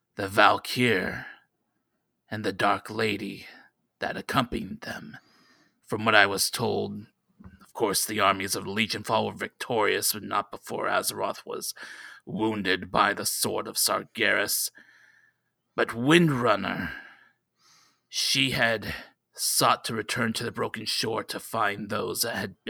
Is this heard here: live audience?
no